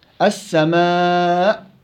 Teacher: الهمزة كذلك حرف شديد وحرف جهري يعني يمتنع جريان النفس مع الهمزة ويمتنع جريان الصوت مع الهمزة · Term: هتف وجرس